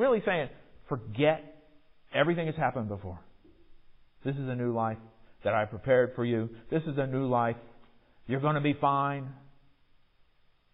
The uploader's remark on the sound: Recorded in the MPPC sanctuary on Sunday, January 23, 2022